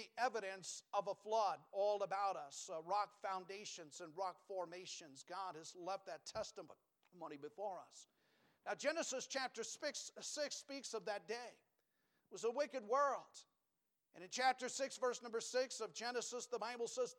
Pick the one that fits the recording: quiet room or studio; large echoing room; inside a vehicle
large echoing room